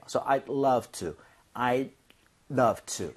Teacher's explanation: D 사운드는 거의 안 납니다. 그래서 차라리 I do 할 거면 D를 drop 하는 게 오히려 날 정도예요.